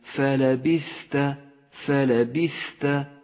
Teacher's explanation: بعد ذلك صفة الهمس لحرف الثاء في كلمة فلبست فلبست، غدا حرف الثاء حرفا واضحا بصفة الهمس